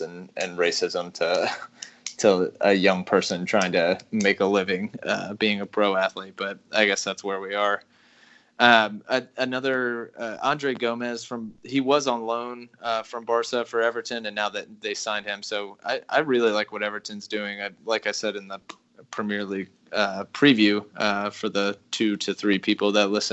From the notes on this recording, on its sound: battling through connection issues